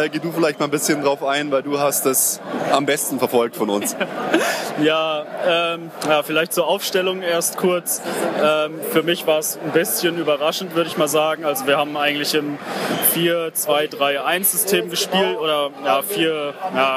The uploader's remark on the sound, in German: Stadionfolge FC Bayern München Amateure - 1860 München II. Wir haben eine kleine Stadionfolge aufgenommen.